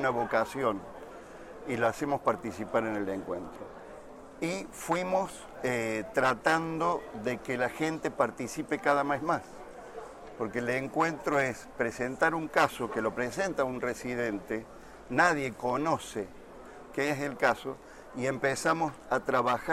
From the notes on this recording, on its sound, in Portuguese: No episódio de estreia do Gera Highlights, gravado durante a 49ª Jornada Paulista de Radiologia, realizada em maio de 2019, em São Paulo.